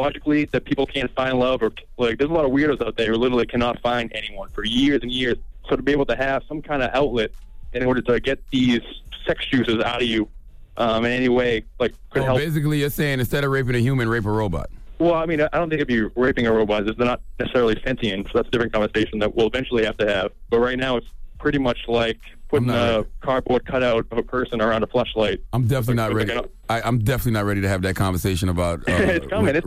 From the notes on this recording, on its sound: we opened up the phone lines